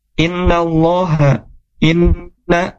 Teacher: innanya ditahan ya, gunnah musyaddadah. Jadi ketika ada huruf nun dan huruf mim yang bertasydid, maka harus ditahan dua harokat.